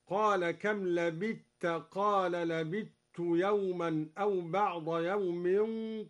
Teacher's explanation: أدغم الدوري الثاء في التاء